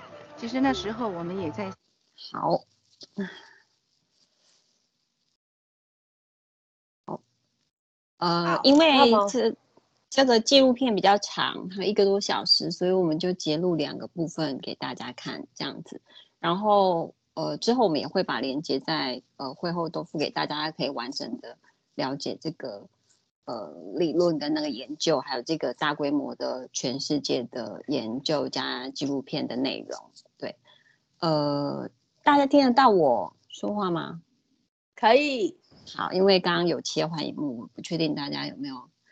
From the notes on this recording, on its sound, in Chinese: 此為線上課程錄音檔